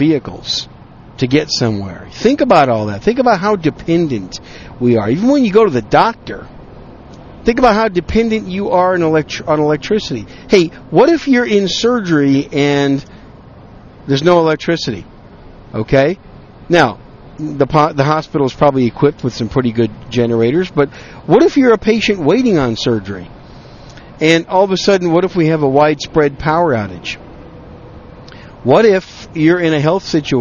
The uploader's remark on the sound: on a drive home from a business trip, I decided to record some random thoughts